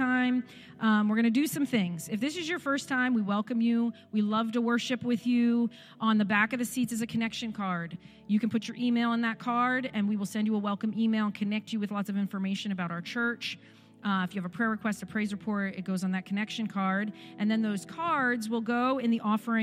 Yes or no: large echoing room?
yes